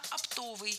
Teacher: Ударение в этом слове падает на второй слог, на суффикс «ов»